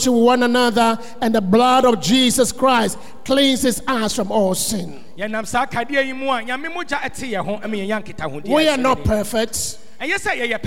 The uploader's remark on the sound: Sermon preached at CBC Shiashie Campus